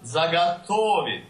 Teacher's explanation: when the unstressed O is before the stressed syllable, it has a lot more of an A to it because it's got to stay in the line to get to that stressed syllable.